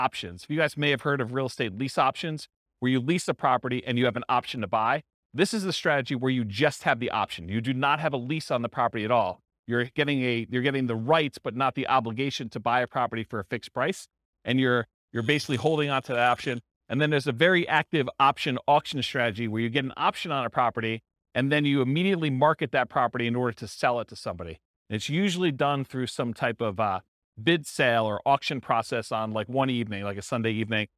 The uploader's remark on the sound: This was a live class recorded